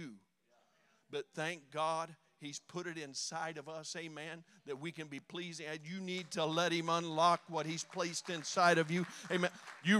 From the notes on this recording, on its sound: During our Sunday evening gathering on May 7, 2023. We are an Apostolic, Pentecostal church located in Poplar Bluff, Missouri.